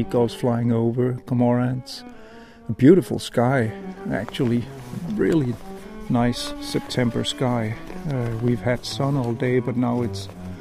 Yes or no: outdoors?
yes